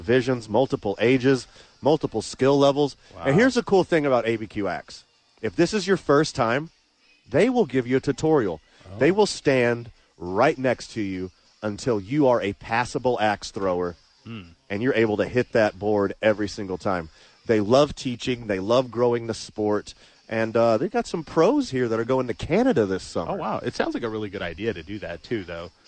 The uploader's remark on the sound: Live from ABQax!